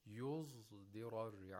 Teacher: it's something in between a sod and a zay. It's not exactly a pure zay.